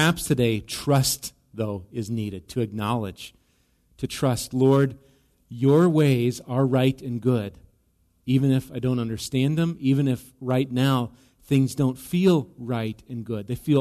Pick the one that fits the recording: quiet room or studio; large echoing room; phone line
large echoing room